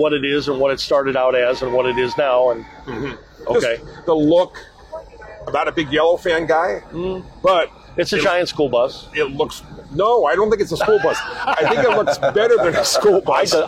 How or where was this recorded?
busy venue